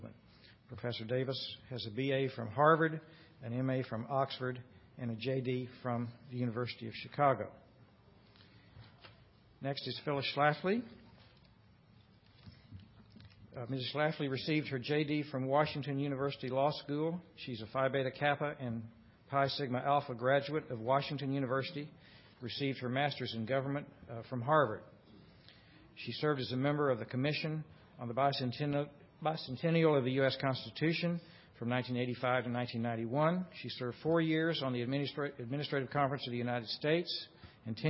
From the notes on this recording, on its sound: The Federalist Society's Civil Rights Practice Group presented this panel discussion at the 2007 Annual National Lawyers Convention on November 17, 2007.